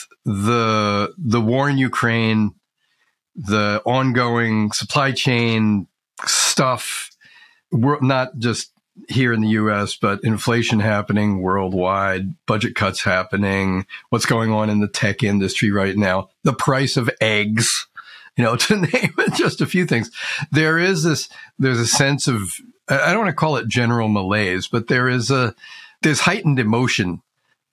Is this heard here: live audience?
no